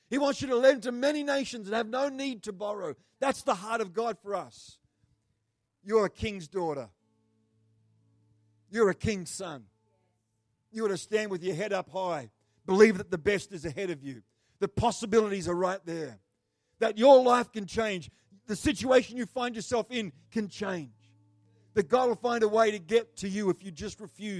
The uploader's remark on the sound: The live stream of Destiny Church Atherton.